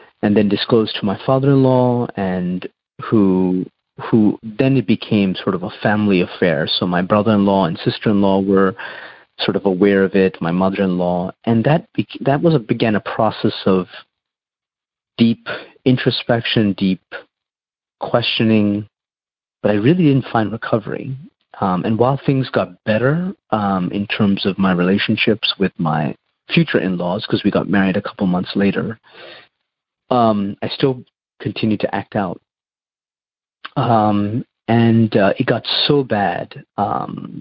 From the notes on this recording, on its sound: shares on the Noon phone group Monday Meeting